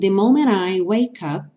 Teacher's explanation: o moment não vai ter o som do T